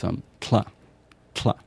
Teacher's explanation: it's an aspirated alveolar lateral approximate, or alveolar lateral affricate